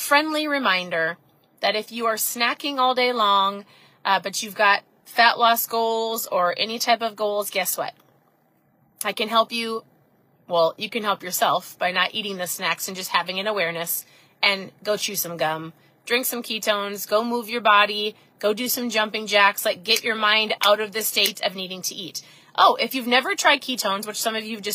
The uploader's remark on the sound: I'm sitting in my car because it's piano lesson time. I actually drove through the crazy snow.